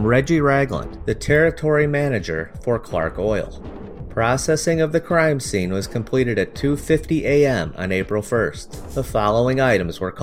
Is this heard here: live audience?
no